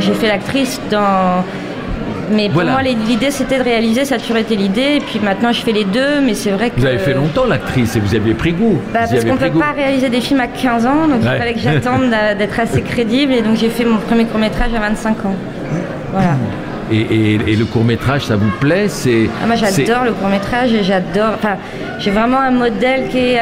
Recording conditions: busy venue